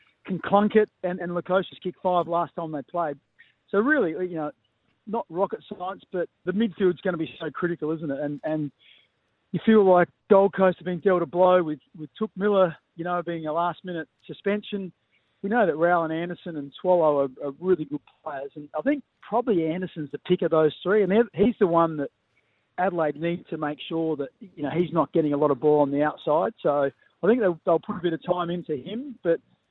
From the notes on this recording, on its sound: phoned in to chat to the boys